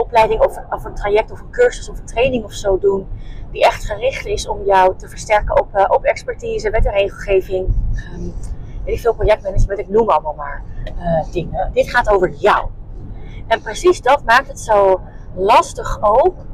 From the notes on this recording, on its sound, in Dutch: Excuses voor de achtergrondgeluiden!